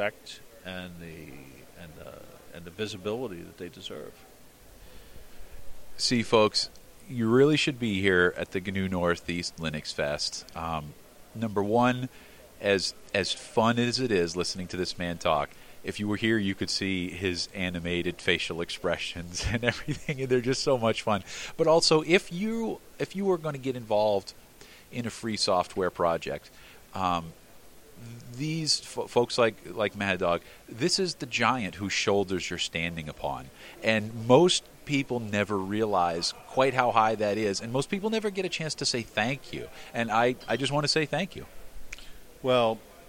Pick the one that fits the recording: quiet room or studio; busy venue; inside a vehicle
busy venue